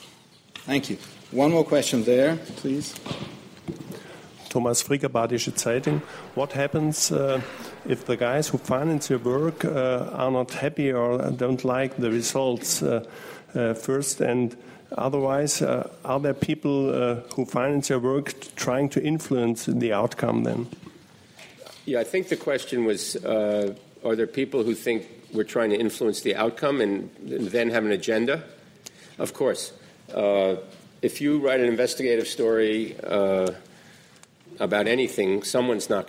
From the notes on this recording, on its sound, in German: Diese Aufnahme entstand bei "Formate des Politischen" - Die Konferenz für Journalisten, Politiker & Bürger im Haus der BPK